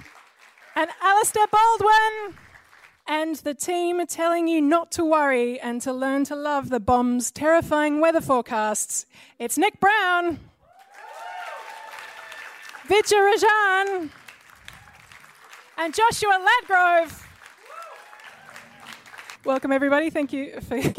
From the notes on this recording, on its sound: Sci-Fight hits Kalaide Theatre for this special National Sustainable Living Festival event!